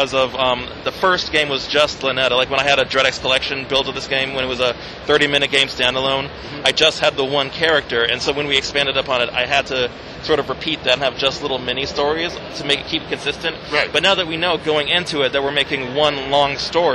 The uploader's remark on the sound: Took on PAX East 2023 with great tenacity, and he's got the audio to prove it! Chats with many developers on the con floor (and maybe one or two in a different location)!